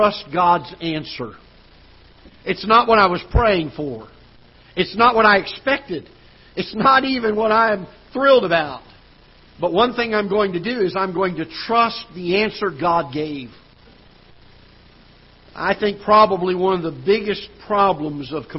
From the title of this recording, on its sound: Ketha Heights Baptist Church ~ Live Broadcast